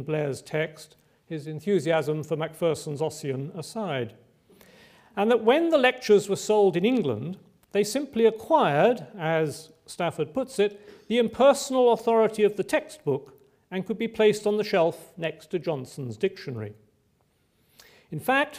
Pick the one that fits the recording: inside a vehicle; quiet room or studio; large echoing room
large echoing room